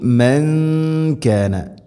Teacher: സാക്കിന നൂന് ശേഷം കാഫ് നൂനിനെ അവ്യക്തമാക്കി മണിക്കണം